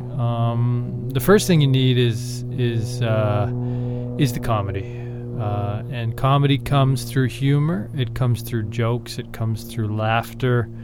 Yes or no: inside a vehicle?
yes